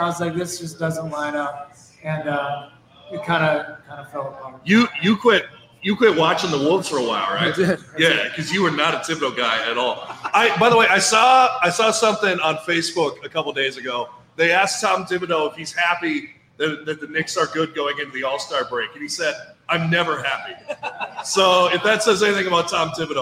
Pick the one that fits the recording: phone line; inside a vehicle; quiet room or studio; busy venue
busy venue